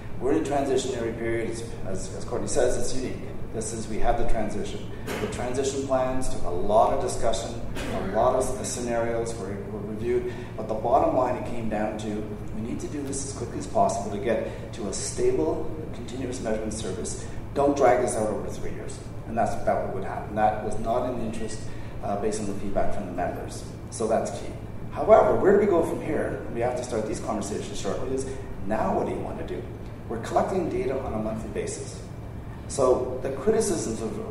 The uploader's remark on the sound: Highlights from the Numeris Town Hall at the recent Western Association of Broadcasters' Conference, where those in attendance got to pose some hard questions.